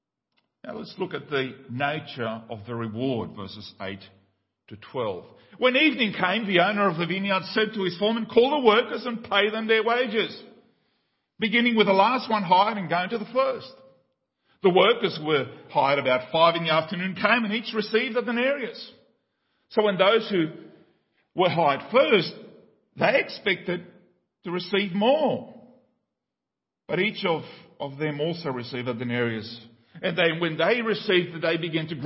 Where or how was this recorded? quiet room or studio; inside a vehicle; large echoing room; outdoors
large echoing room